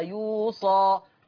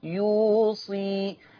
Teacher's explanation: هكسر الصاد فتبقى بعدها ياء مادية · Shown in: second take